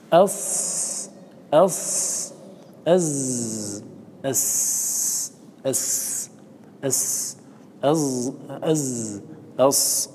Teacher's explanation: قال منه ومن بينهما تبين، هذا بيان المخرج العاشر، منه أي من طرف اللسان، من بينهما أي من بين الثنايا، لكن لا يخرج طرف اللسان، يبقى داخلا قليلا